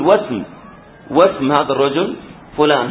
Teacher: همزة وصل تحذف في النطق